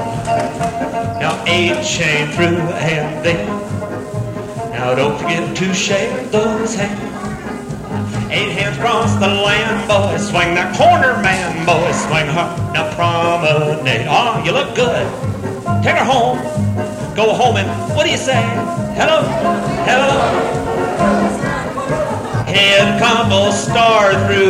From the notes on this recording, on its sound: Vintage MWSD Live Dance Recording.